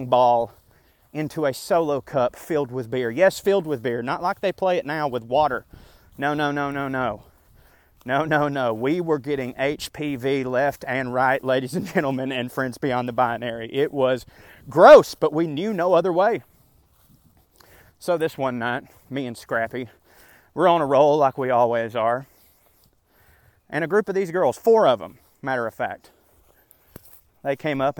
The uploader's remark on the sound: This here is a completely different twist on a “park rant”. I still very much recorded it while walking in the park. What I did, was click record, and talk out the essay exactly as I felt I would have written it.